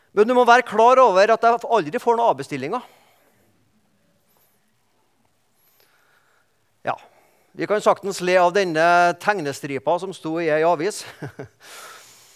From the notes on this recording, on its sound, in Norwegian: i gudstjenesteni Misjonshuset